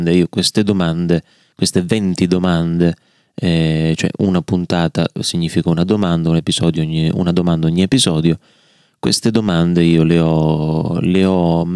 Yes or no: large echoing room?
no